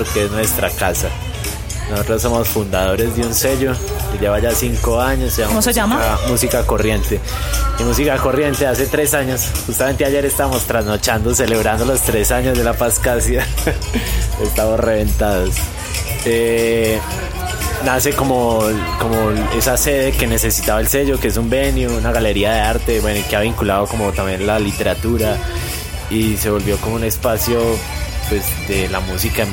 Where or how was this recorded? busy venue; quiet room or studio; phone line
busy venue